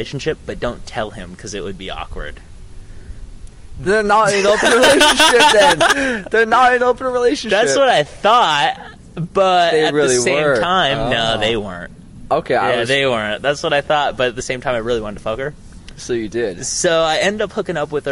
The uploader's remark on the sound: Recorded on CWU campus outside the SURC, sorry for the banging on the table.